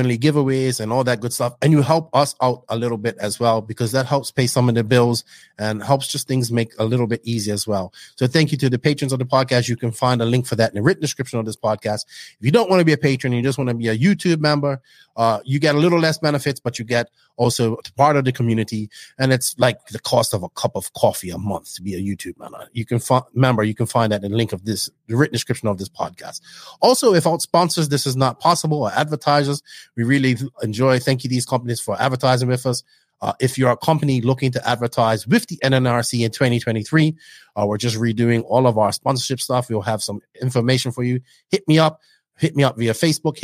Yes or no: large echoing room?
no